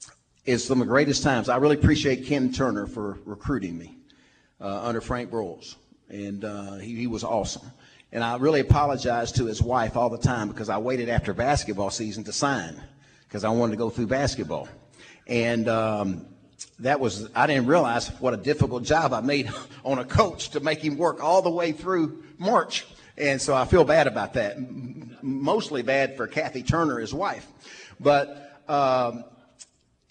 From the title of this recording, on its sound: from the Little Rock TD Club